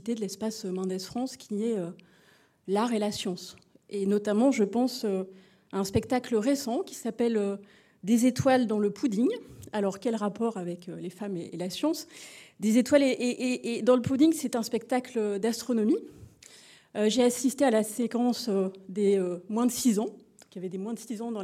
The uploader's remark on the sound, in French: Conférence enregistrée le 21 Septembre 2023 à l'Espace Mendès France à Poitiers